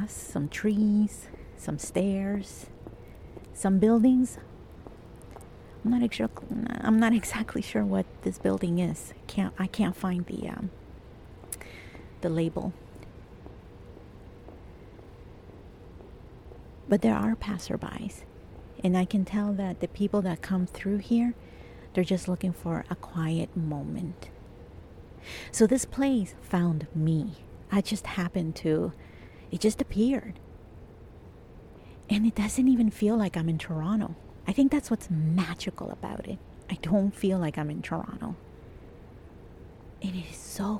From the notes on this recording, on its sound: This episode is completely improvised and I recorded it outside while it was raining. I recorded it at this secret location in Toronto.